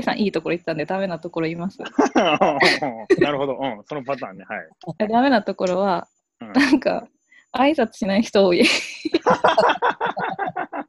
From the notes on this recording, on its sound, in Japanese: オンラインで録音しているので、音がちょっと途切れることがあるかもしれませんが、ご容赦ください。